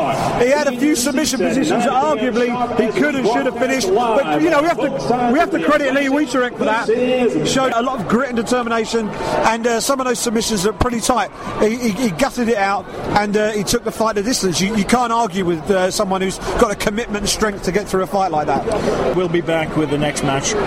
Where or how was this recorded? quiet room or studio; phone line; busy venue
busy venue